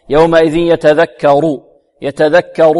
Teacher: الراء مضمومة إذن هي مفخمة